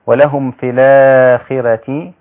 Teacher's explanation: ولهم في الآخرة هكذا بالمد أيضا مع ترقيق الراء